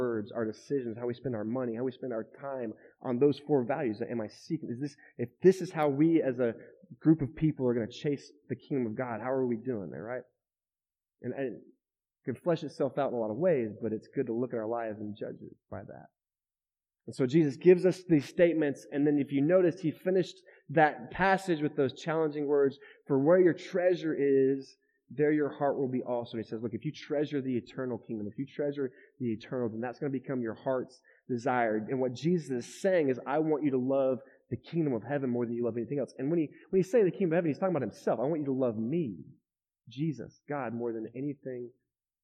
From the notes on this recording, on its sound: Shares his message at The River Church. This is the weekly audio podcast of The River Church in DFW.